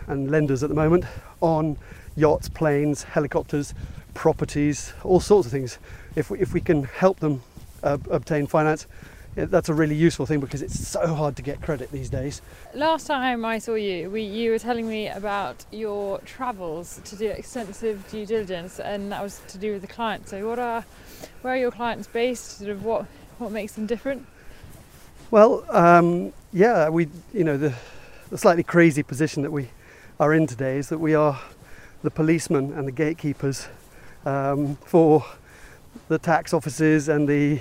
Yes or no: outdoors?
yes